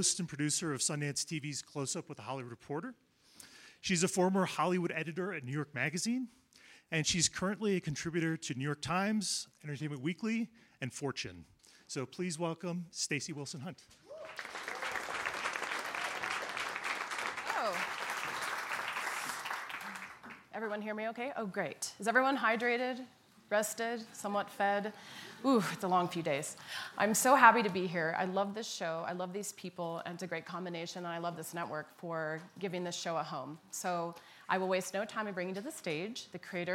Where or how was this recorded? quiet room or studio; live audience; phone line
live audience